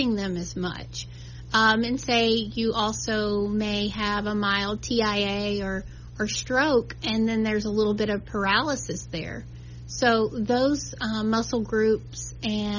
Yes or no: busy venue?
no